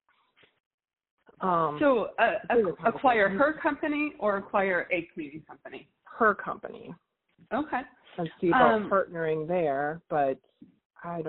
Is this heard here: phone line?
yes